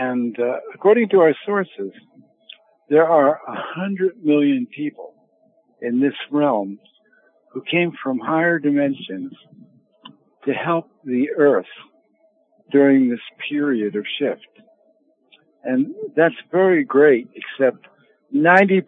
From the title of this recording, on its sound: Conference Call LIVE, June 27, 2022